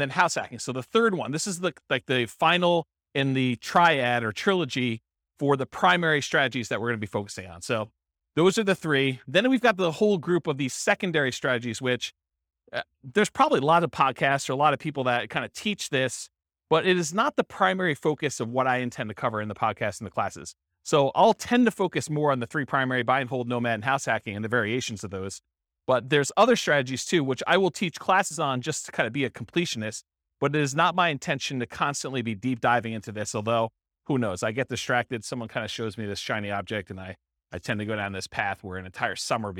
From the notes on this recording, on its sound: This was a live class recorded